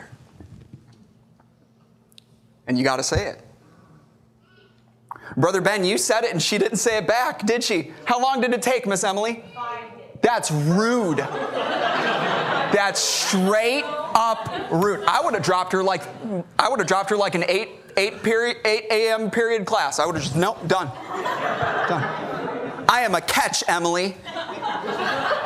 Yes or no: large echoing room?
yes